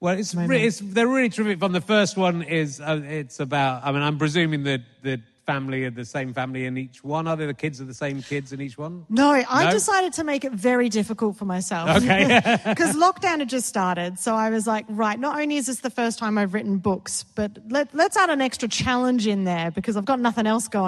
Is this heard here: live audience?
yes